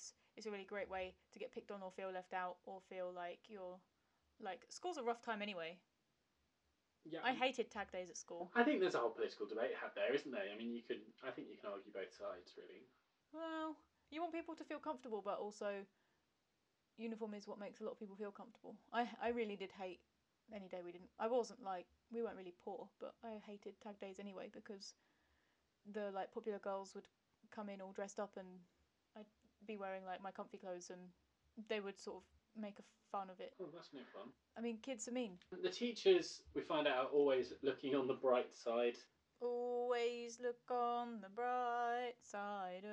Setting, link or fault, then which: fault, poor sound quality